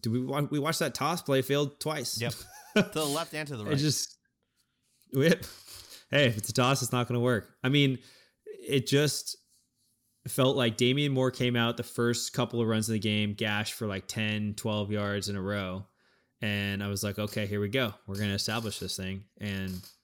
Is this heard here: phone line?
no